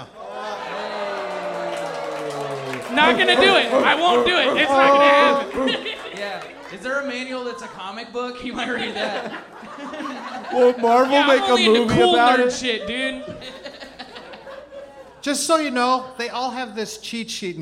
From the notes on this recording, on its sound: Recorded live at Zanies Comedy Club in Nashville, Tennessee. Live on stage.